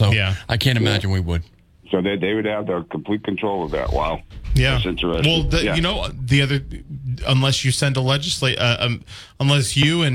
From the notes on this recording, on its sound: take calls from the audience